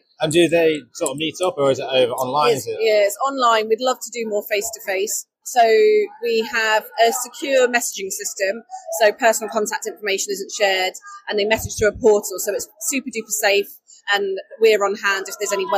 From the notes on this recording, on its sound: Sight Village 2023 Special. We recorded on a very busy show floor so apologies for the audio quality.